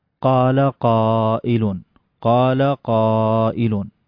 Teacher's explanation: قال حركتين، قائل هذه أربع · Term: المد المتصل